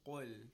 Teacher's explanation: قاف is a letter of tafkhim. قل، a rounded mouth and a heavy voice.